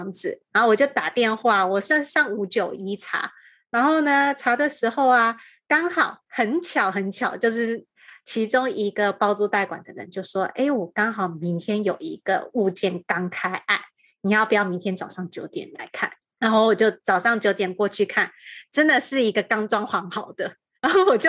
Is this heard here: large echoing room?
no